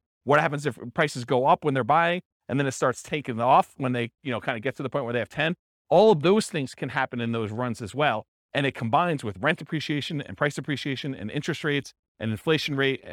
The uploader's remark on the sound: This was a live class recorded